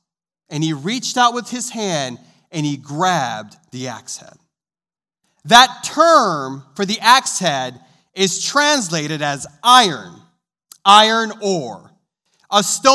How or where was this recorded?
large echoing room